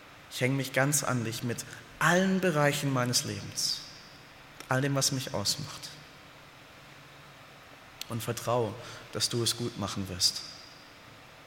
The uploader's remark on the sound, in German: Aus dem Gottesdienst der Liebenzeller Mission.